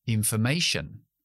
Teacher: Tenemos cuatro sílabas, information, y yo acentúo una de ellas. Es la tercera